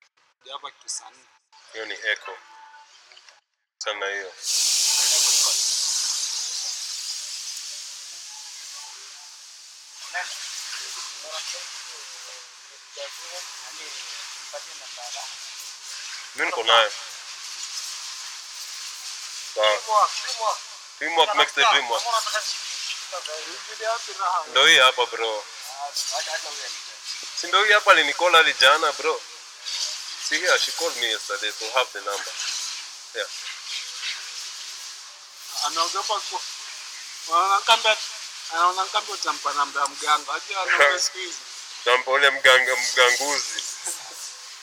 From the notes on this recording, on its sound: the audio gets better as the crew relaxes